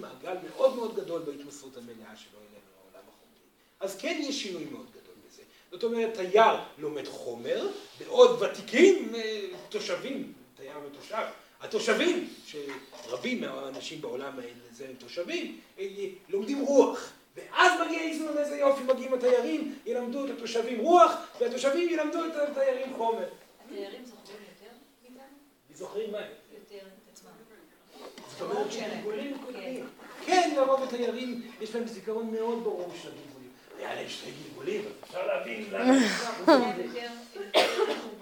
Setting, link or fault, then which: setting, live audience